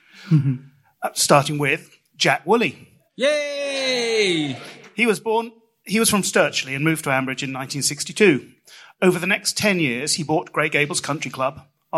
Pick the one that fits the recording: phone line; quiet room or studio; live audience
live audience